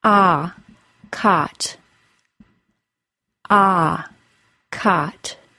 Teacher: for the short O sound, the jaw opens and the body of the tongue moves back and drops low into the bottom teeth.